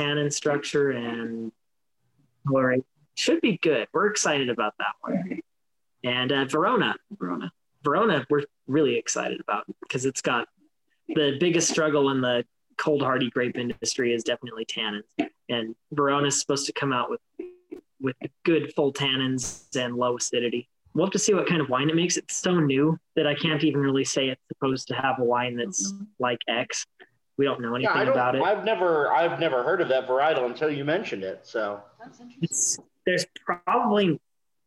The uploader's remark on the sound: Started plotting to do a podcast over Zoom. This is my first official Zoom Podcast, and there will be more to come in the future.